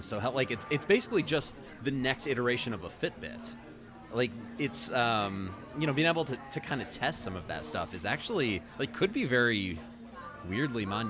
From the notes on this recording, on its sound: Live on location at Mootz Pizzeria in the heart of downtown Detroit.